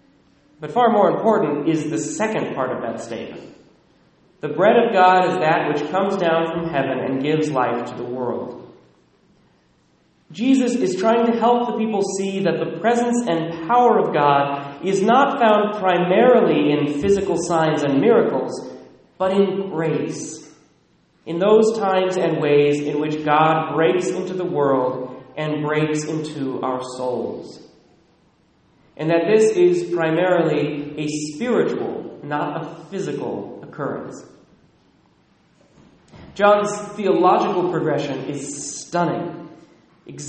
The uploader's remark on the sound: Recorded at Immaculate Heart of Mary, Sedro-Woolley